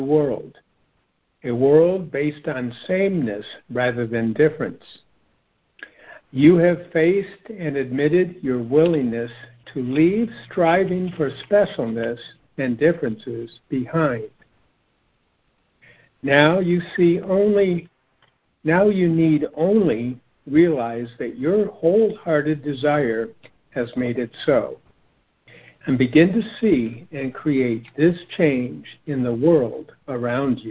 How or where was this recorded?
phone line